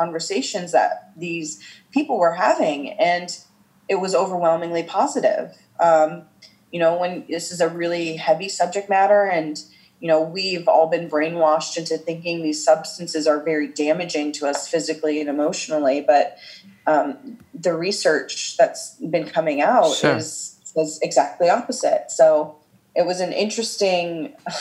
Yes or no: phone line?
no